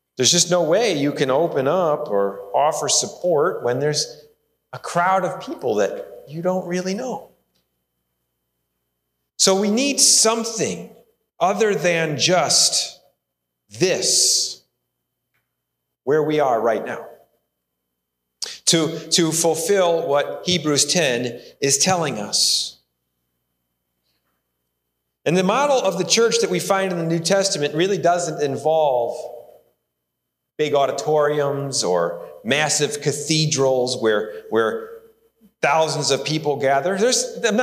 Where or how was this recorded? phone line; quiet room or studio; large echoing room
large echoing room